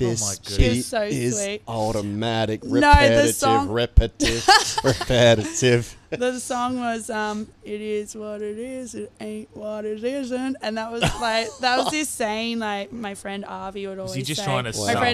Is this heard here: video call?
no